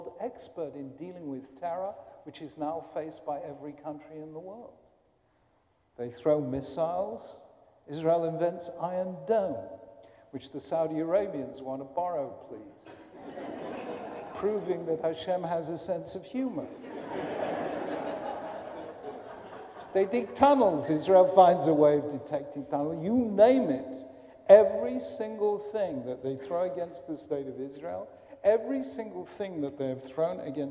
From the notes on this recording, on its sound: A recording of an address at the Kohelet Yeshiva High School in Philadelphia.